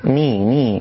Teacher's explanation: كذلك من الأخطاء عدم تحقيق الكسر في النون من كلمة الرحمن، فالبعض يجعلها بين الفتحة والكسرة الرحمن الرحيم، بل وأعجب من ذلك أنني سمعت من يضم ويقول بسم الله الرحمن الرحيم، وهذا من أعجب ما سمعت. والصواب تحقيق الكسرة في النون